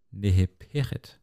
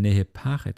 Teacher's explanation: så har de yderligere et A lige foran, og det har trykket. · Shown in: second take · Term: pausalform